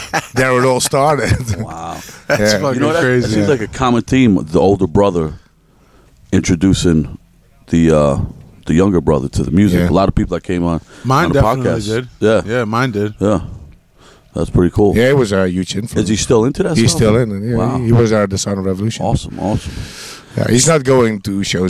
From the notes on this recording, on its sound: Recorded at Stabruch Festival, Germany (11-11-2017).